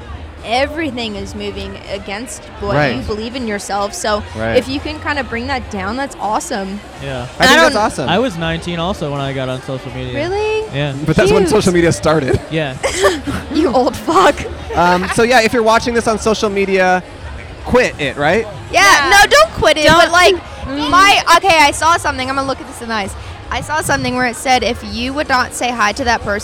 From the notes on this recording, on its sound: Outside A College Rodeo Bar In The South. In Fayetteville, Arkansas.